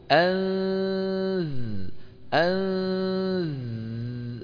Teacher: فالنون النون لم يبقى منها الا الغنة